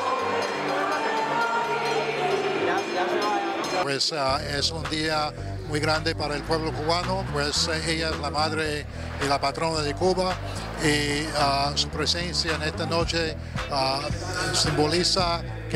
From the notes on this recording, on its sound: ON THE STREET. FIESTA A LA VIRGEN DE LA CARIDAD 2013.